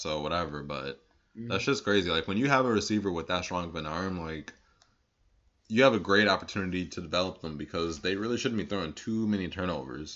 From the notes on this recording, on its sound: Apologies in advance for the audio....we fawked up and recorded it on the wrong mic.